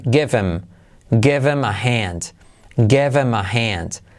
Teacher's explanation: Salto la H y hacemos la I como E.